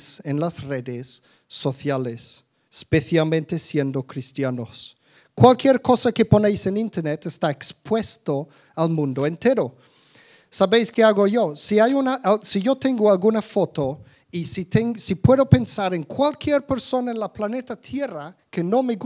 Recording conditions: live audience